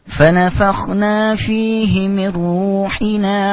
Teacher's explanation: في عندك بعد الراء المضمومة واو مدية، نعم، دي زمن حركتين.